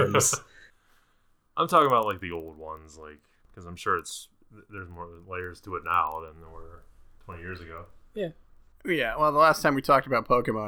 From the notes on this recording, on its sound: Something was a bit wonky with the audio